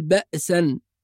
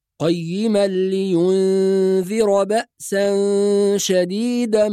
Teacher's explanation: نحافظ على الهمزة الساكنة بدون قلقلة · Shown in: second take